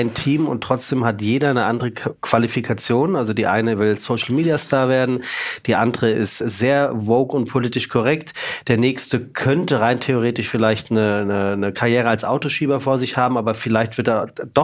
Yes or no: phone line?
no